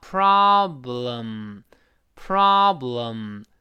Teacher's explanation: problem，problem 那个 pra 又读得比较高